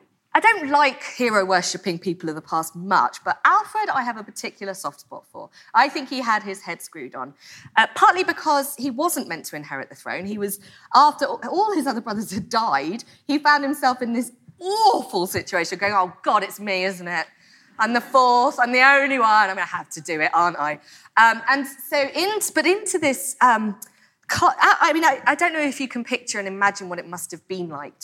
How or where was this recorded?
live audience